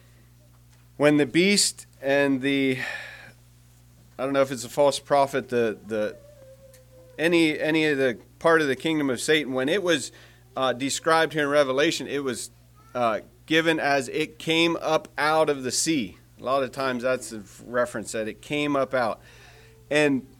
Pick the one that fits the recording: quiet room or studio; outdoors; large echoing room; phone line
large echoing room